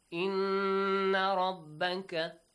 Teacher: Ra has a heavy sound, okay? Because it has a fatha.